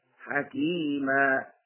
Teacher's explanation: التنوين بالفتحتين يبدل ألفا عند الوقف ويمد بمقدار 2 حركات فقط